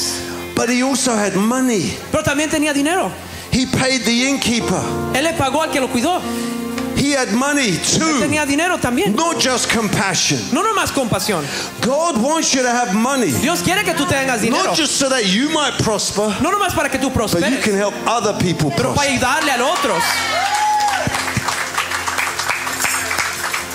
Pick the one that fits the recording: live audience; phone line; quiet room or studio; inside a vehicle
live audience